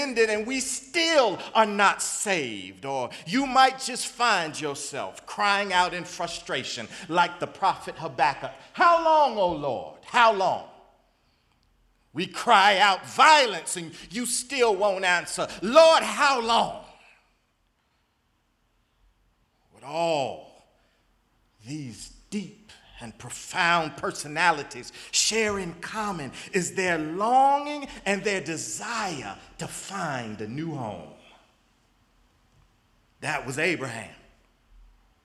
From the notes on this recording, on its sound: in the Memorial Church at the Knafel Center